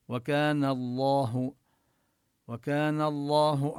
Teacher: وكان الله على كل شيء مقتدرا، وكان نمد الألف مدا طبيعيا، والنون مفتوحة قبل اللام من لفظ الجلالة فنفخم اللام